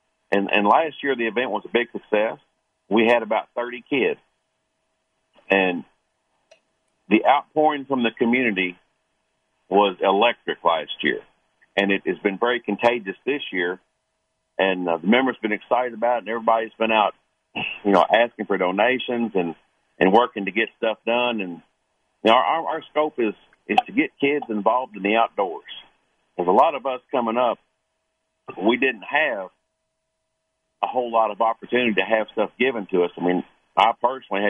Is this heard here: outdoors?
no